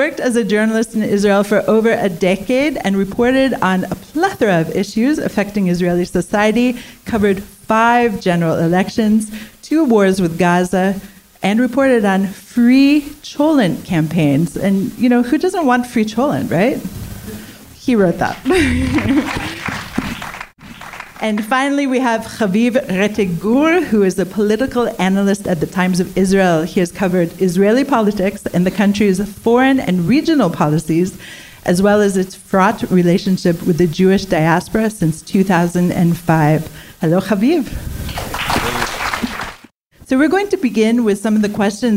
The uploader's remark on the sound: Paralyzed Nation LIVE. You'll hear how our live audience voted during the event.